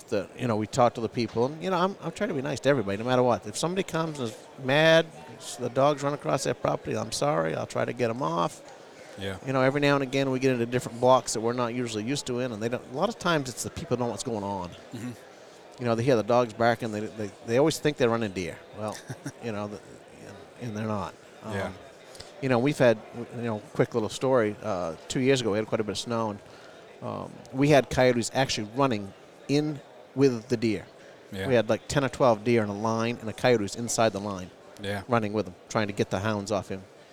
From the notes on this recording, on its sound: recorded this episode at the Great American Outdoor Show